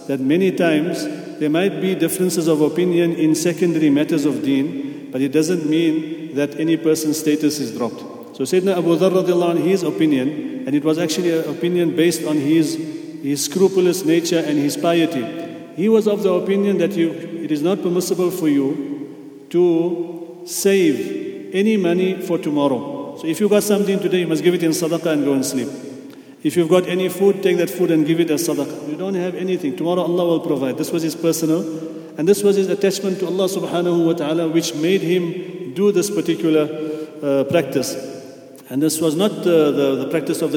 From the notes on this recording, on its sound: at the Houghton Masjid (West Street)